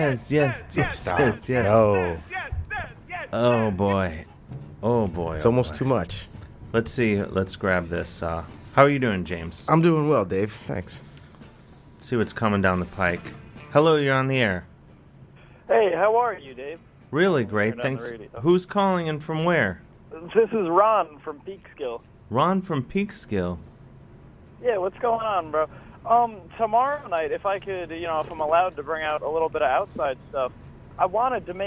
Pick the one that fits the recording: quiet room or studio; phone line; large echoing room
phone line